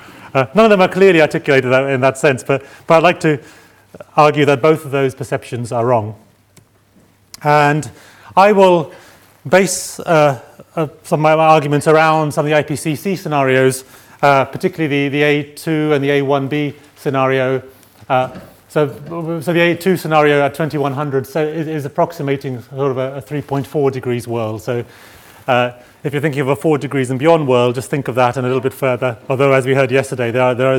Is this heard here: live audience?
yes